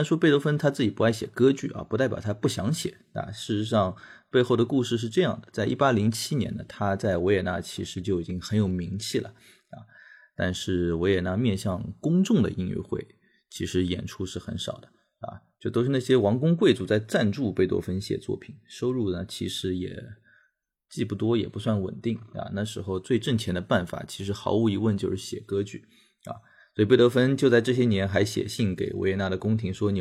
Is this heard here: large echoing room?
no